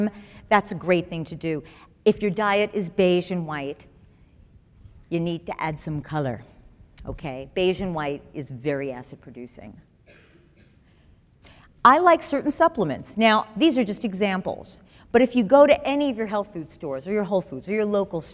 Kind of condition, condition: setting, live audience